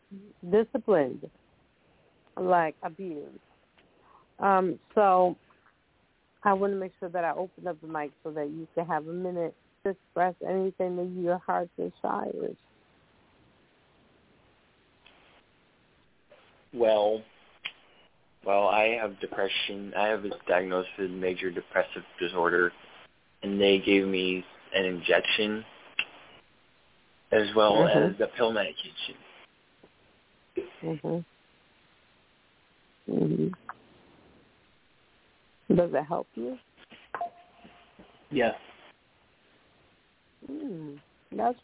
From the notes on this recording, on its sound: Those who call in will form a panel